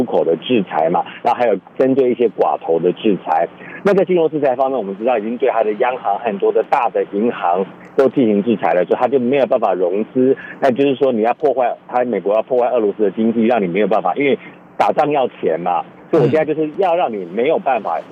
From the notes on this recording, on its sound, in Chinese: 連線美國之音白宮記者。